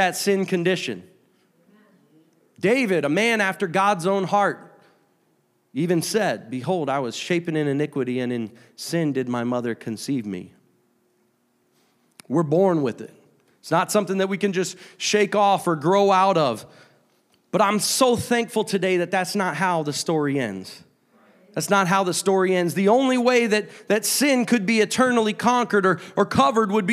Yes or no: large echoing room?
yes